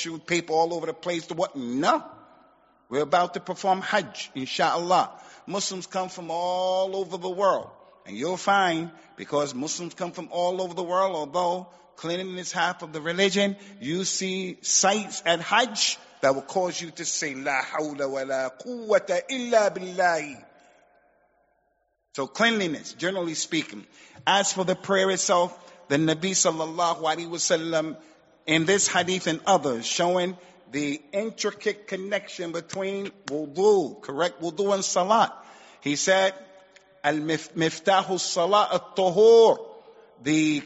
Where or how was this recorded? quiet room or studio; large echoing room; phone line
large echoing room